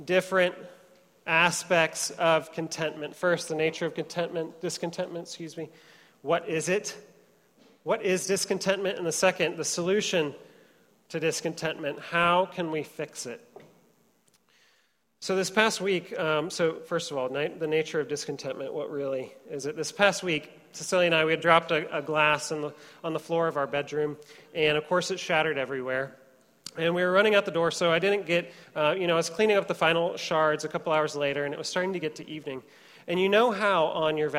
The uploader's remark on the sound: Trinity Church, Puerto Rico.